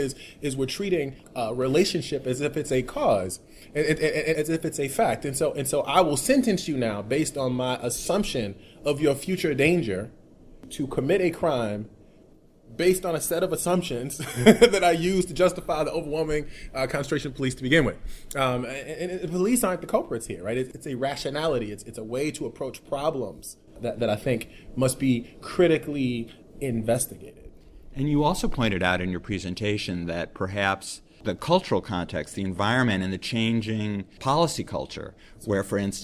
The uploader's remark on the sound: Today with me at the Justice Innovation in Times of Change Conference here. At the Quinnipiac School of Law in North Haven, Connecticut are two of the panelists who participated in a discussion.